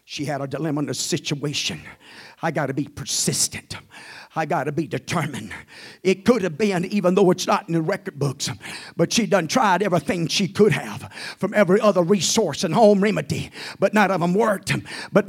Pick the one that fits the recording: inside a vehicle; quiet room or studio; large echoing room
large echoing room